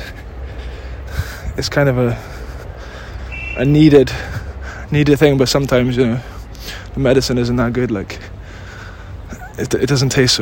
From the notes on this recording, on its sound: Live from Govardhan Hill. An episode we recorded whilst on pilgrimage in India.